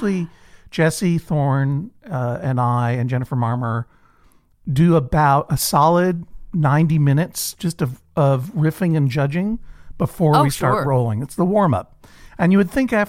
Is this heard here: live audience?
no